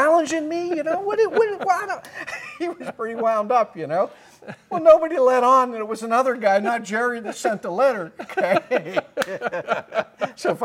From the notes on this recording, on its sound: recorded onsite at The Canfield Fairgrounds!